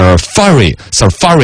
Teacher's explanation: Safari 应该是重音在第二个